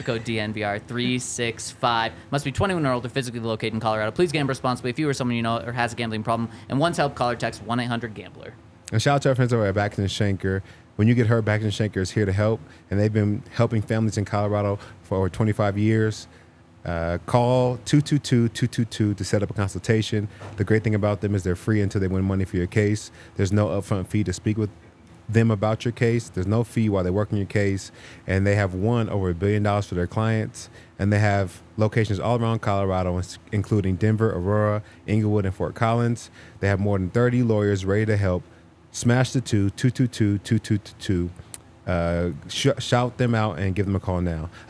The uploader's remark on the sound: coming to you LIVE from the DNVR Bar